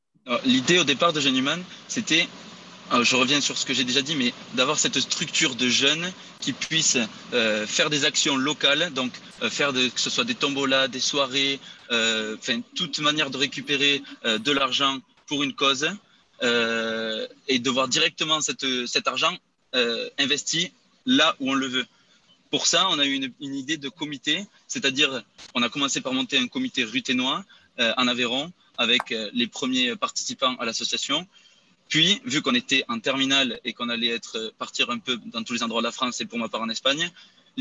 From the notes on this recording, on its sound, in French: pour la première fois enregistré en visioconférence